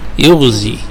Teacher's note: أن تنطق بضمة مشوبة بكسر أو منحو بها نحو الكسر، وهذا ما يسمى بالإشمام، فتقول يغزي يعني ضم منحو بها نحو الكسر.